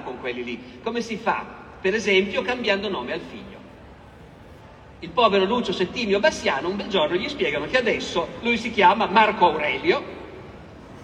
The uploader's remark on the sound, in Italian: (Roma, 2023). Roma Storia Festival. Audio registrato in loco.